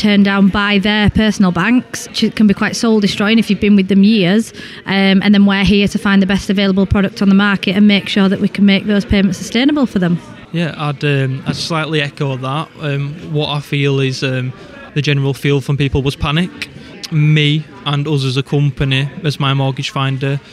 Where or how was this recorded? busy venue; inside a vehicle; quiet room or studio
busy venue